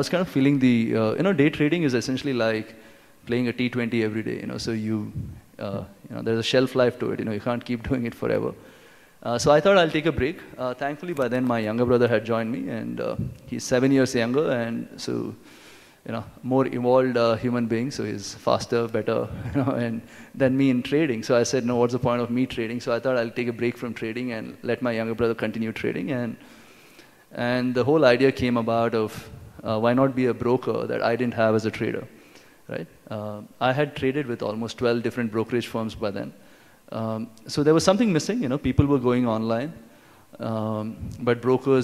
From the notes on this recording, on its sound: This talk was recorded at UnPluggd 2017 edition - NextBigWhat's marquee annual tech conference.